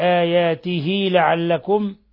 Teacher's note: هذه الصلة صغرى، يعني أشبعنا الكسرة حالة الوصل فصارت ياء